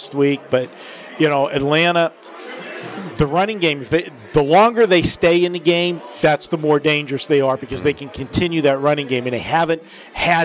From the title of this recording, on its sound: Live from the Super Book at the Westgate Las Vegas